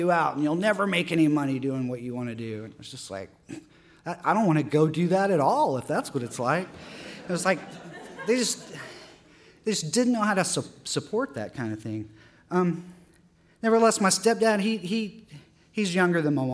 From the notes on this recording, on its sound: His story was recorded at our September 2014 live storytelling event, “All Y'all: Under the Influence.”